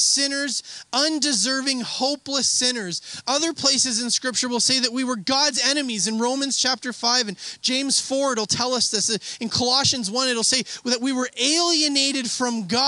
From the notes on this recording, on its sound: We had an outdoor service this Sunday which led to some technical issues, they do get resovled part way through the message.